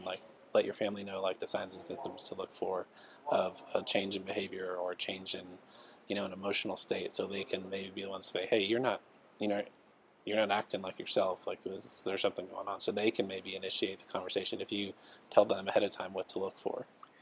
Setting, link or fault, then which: setting, busy venue